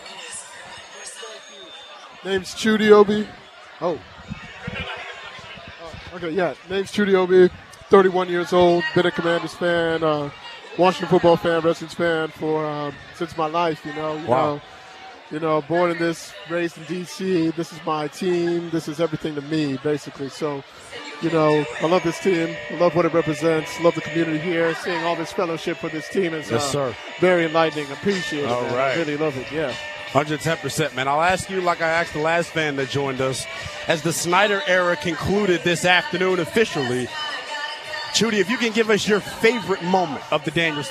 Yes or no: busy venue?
yes